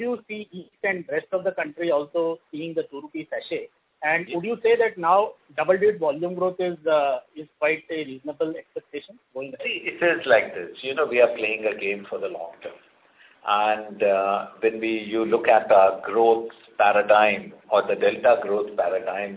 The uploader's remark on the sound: Results discussion/conference call